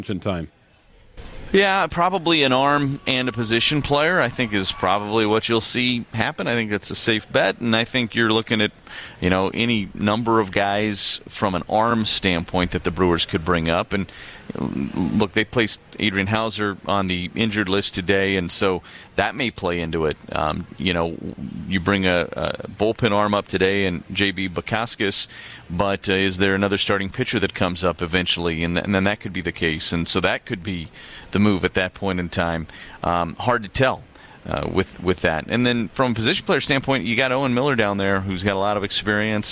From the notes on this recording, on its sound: Has an update live from Wrigley.